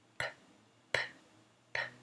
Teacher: The P is voiceless. P, p, p. Your vocal cords do not vibrate. The P is voiceless.